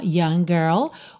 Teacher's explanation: young, termina em G, girl, começa em G, você junta num G só